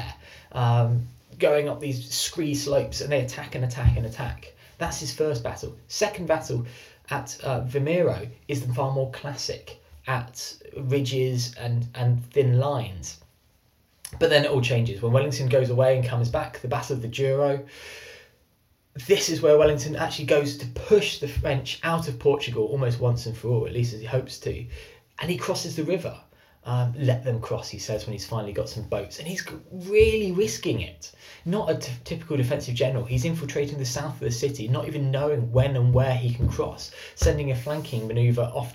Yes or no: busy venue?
no